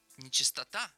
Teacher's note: в слове «нечистота» ударение на «а»